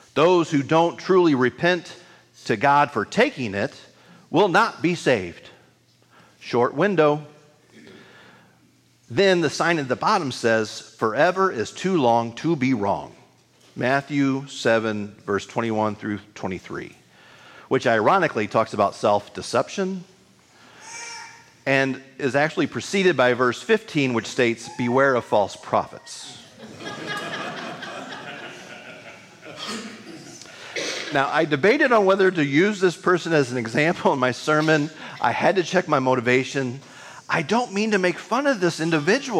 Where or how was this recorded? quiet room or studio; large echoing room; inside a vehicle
large echoing room